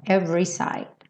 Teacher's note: Lembra de nunca falar every. O E do meio não tem som.